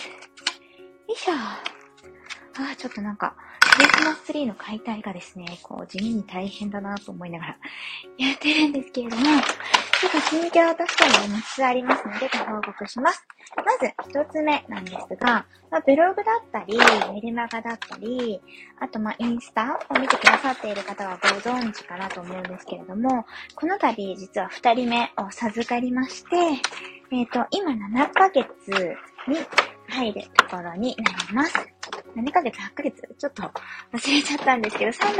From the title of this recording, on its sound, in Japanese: 雑音入り